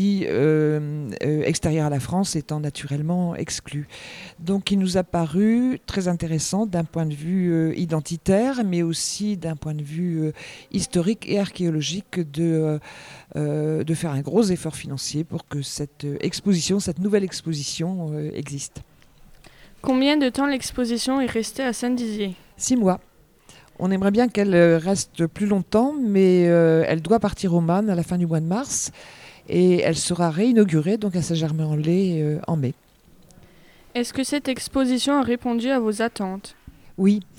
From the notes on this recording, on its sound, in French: Des lycéens de seconde en option patrimoine au lycée Saint-Exupéry de Saint-Dizier ont réalisé une émission en direct de l'espace Camille Claudel sur l'exposition l'Austrasie.